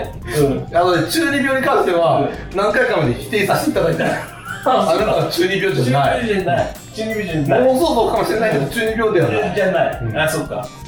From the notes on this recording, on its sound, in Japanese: ココ数回の収録はカラオケボックスで行われたのですが。